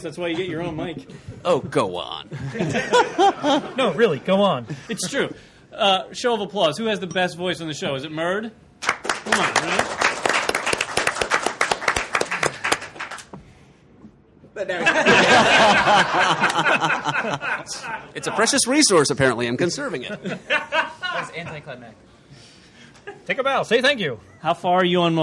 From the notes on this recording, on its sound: Live from Golden Eagle Comics. Aided and abetted by a live studio audience of listeners, friends, and family.